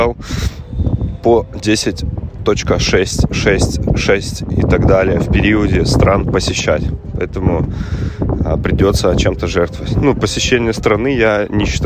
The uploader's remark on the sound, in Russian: с шумом ветра на заднем плане, так как подкаст я записывал ходя вдоль набережной у Сентозы